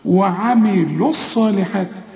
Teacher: اللام بتاعت الصالحات دي ساكنة، ودي لام شمسية بتدغم في الصاد بل بتتحول لصاد